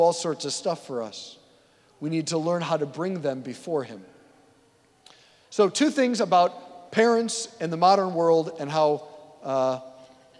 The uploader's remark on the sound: preached this homily on August 13, 2023 at St Basil the Great Catholic Church in Brecksville, OH